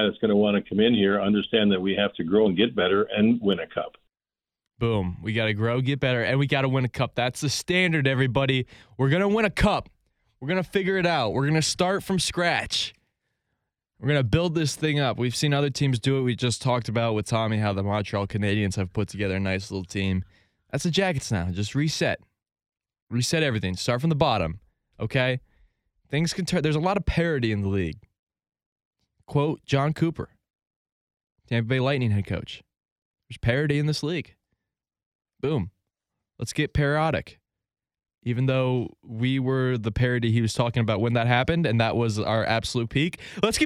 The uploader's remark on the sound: On The Phone